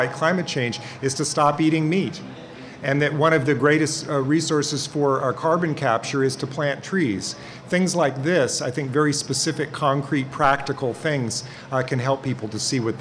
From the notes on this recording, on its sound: In a show recorded before a live audience at the Seattle AAAS meeting, and co-presented with the BBC World Service.